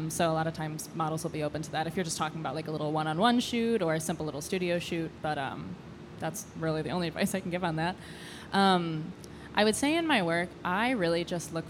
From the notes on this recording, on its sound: This special edition of The DrinkMeet Podcast was made possible by the incredible team at Yours Truly Hotel in DC. They provided an incredible venue for us to host our first ever live panel conversation.